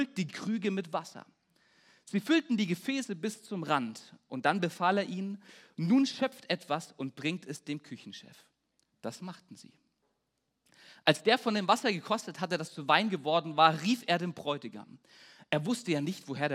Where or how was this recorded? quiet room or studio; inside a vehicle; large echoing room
large echoing room